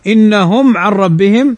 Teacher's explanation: ميم ساكنة بعدها العين، والعين من حروف الإظهار الشفوي